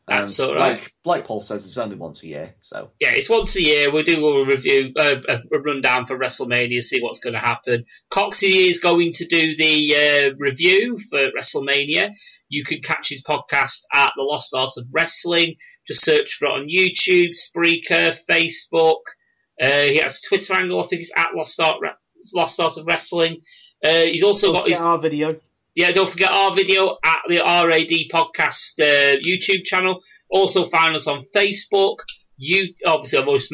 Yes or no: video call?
yes